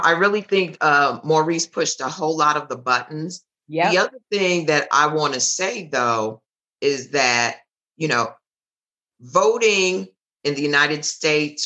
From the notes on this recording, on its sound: This episode is a recording of the Virtual Town Hall - Caribbean Americans Vote: The Power of Our Vote and Voices in 2020.